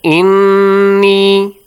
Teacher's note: we should extend the sound for two beats · Term: noon mushaddad